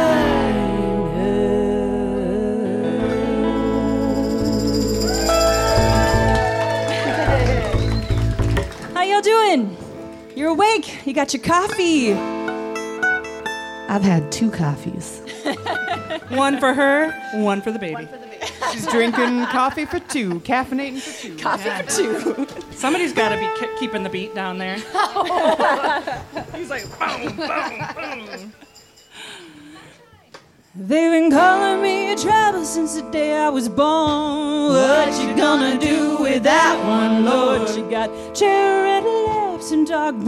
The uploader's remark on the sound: Lucky for you, KQAL was there to capture the magic. LIVE from Boats & Bluegrass 2023.